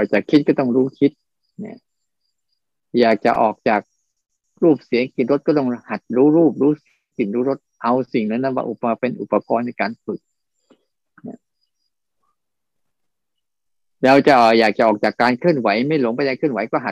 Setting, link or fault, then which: link, video call